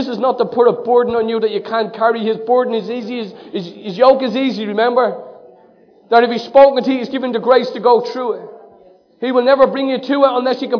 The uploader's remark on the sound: Recorded live in Liberty Church in 2019